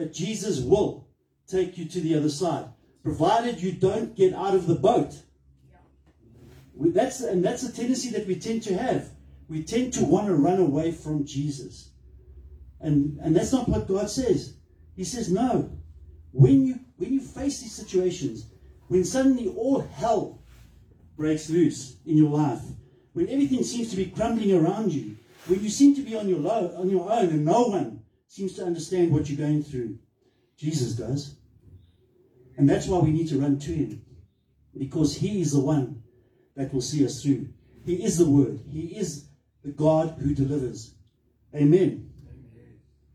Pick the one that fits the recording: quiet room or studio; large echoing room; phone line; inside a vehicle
large echoing room